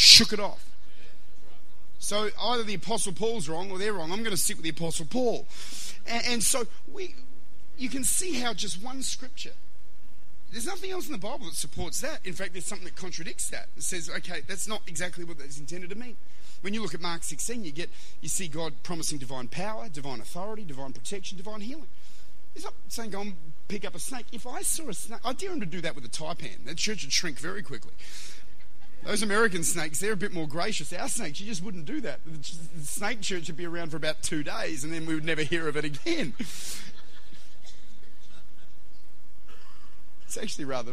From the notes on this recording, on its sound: Recorded at Lifepoint Church, Adelaide.